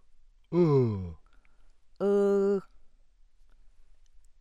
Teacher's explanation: U. Then a close mid back unrounded vowel, cardinal 17, ram's horn, U.